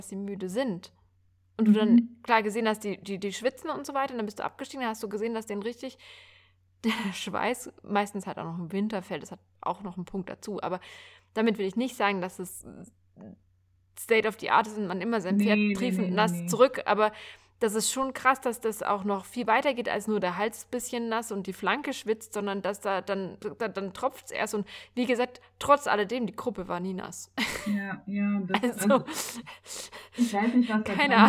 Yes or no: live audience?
no